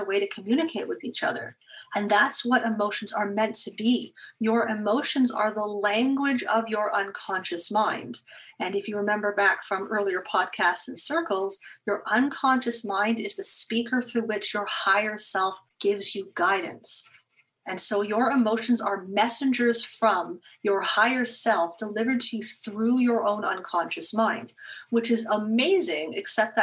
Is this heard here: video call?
yes